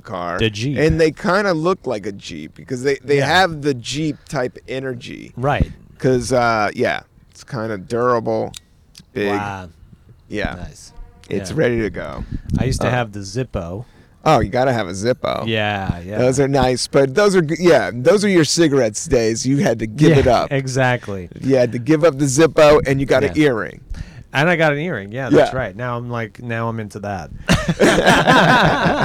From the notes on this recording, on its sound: outside in Prospect Park in Brooklyn, NY.